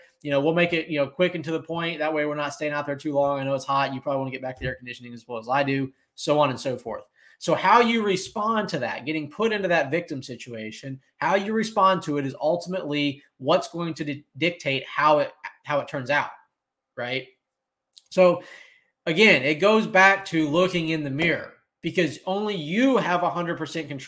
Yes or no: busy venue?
no